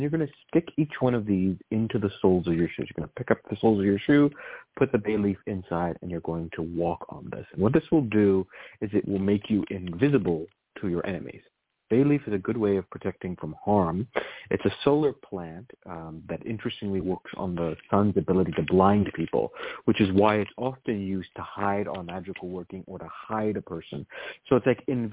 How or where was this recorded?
phone line